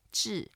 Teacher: it's the fourth tone, so we go down.